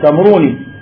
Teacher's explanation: يجب المد في الواو المضموم ما قبلها